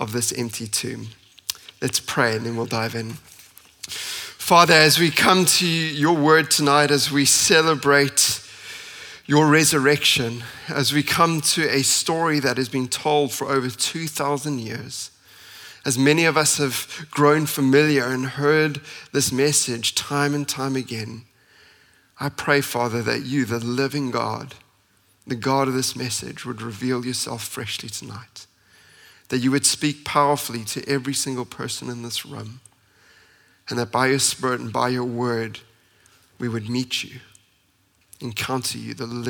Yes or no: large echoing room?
yes